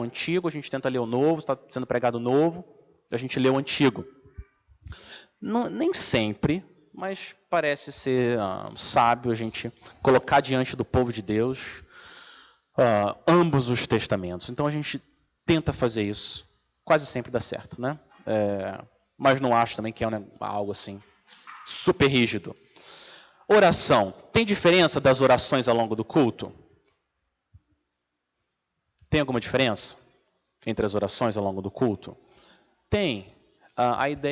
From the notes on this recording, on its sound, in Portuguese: Mensagem gravada na Igreja Batista Jardim Minesota